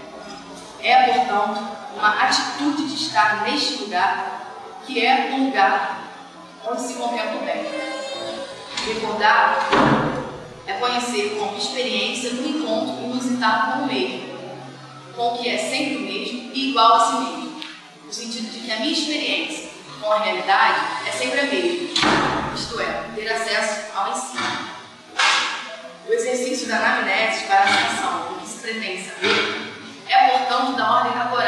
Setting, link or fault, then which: setting, live audience